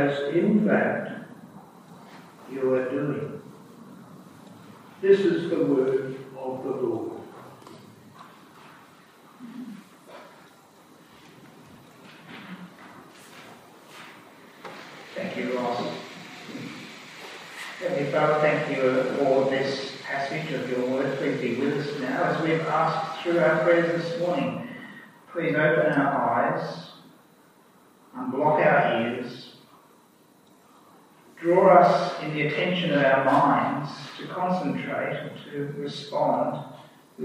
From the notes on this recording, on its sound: Due to technical reason, the sound quality is not ideal for this recording.